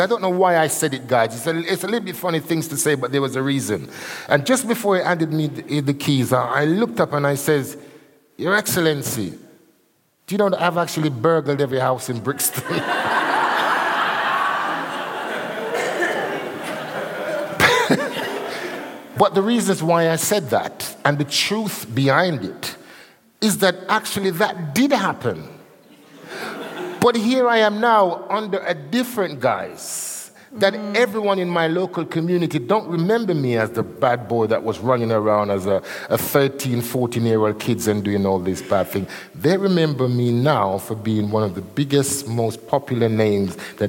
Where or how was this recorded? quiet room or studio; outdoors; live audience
live audience